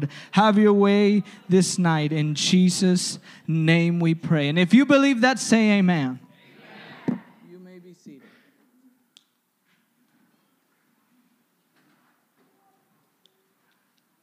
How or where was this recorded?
large echoing room